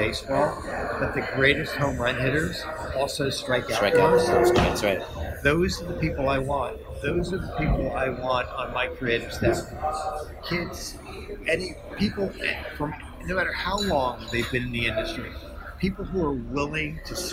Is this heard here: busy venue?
yes